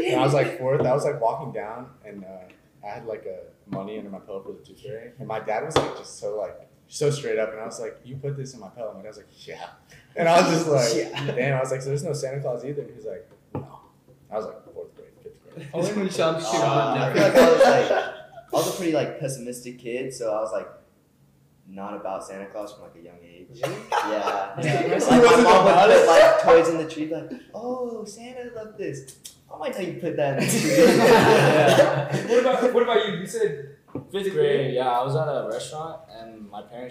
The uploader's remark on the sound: This is our very first podcast that we tried to make, this was a pure trial run however the equipment to make the audio 100000x is on its way.